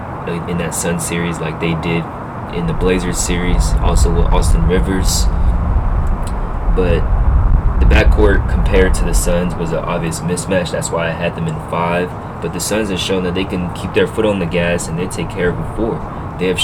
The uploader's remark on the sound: sorry about the background noise